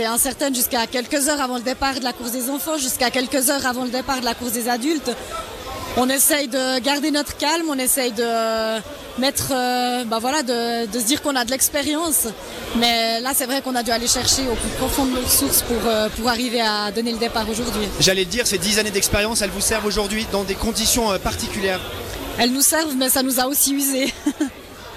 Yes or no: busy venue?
yes